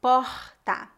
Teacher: o sotaque lembra um pouco do Rio de Janeiro com relação à pronúncia da letra R aspirada, como em porta.